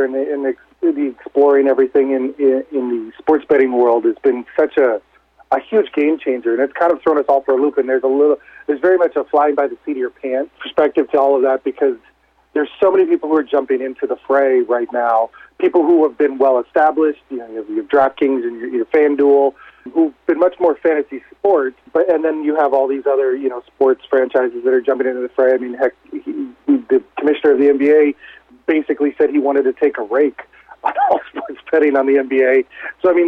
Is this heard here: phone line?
yes